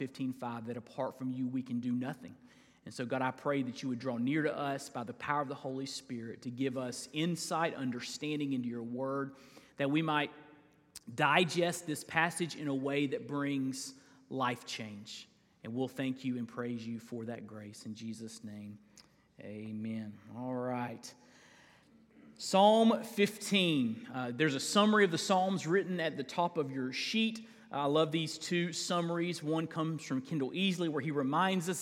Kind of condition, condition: setting, large echoing room